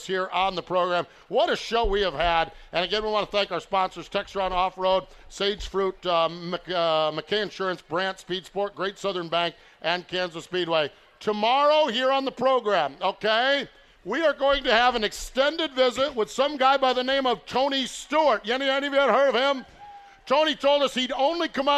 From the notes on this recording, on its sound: Live from the 5-hour ENERGY Knoxville Nationals.